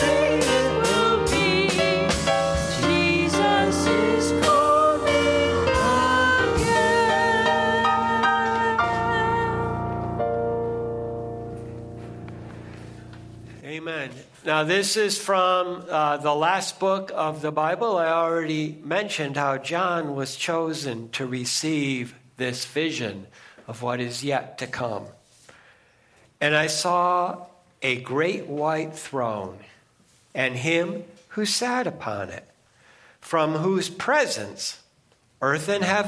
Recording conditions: large echoing room